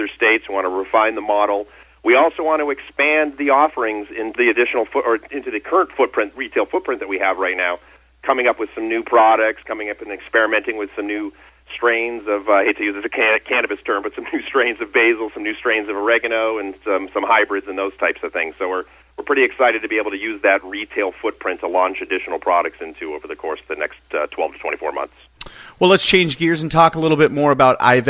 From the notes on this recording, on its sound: called in to SmallCapVoice